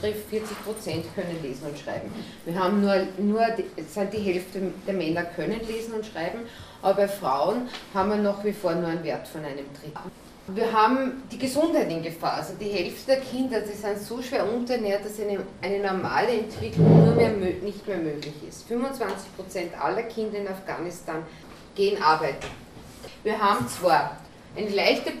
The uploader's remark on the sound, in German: Workshop mit Journalistin und Kriegsreporterin. Sie sprach im Rahmen der Green Lecture Reihe der Grünen Bildungswerkstatt OÖ.